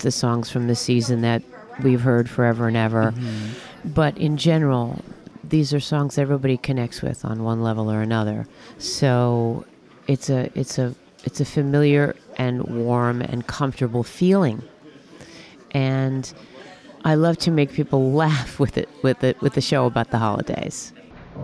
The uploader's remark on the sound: Interview at Feinstein's/54 Below. Live from Feinstein's/54 Below press day.